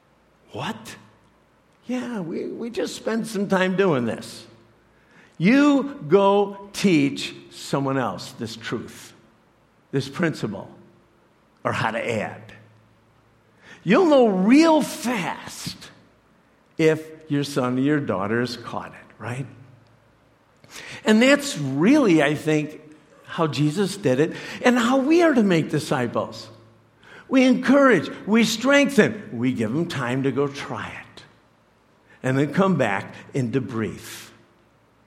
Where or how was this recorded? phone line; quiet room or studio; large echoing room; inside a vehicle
large echoing room